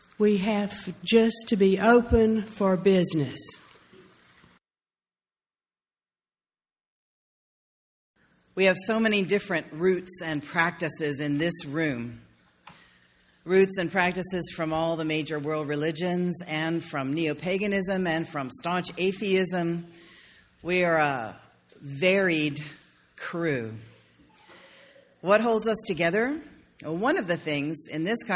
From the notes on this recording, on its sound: sermon delivered on May 1, 2016.